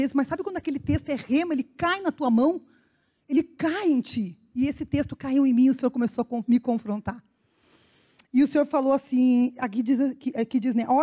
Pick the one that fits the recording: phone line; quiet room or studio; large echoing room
large echoing room